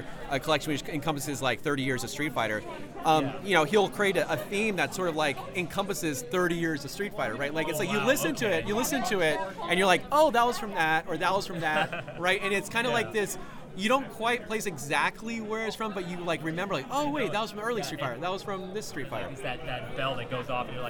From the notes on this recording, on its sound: In The Field At Sacramento Gamers Expo.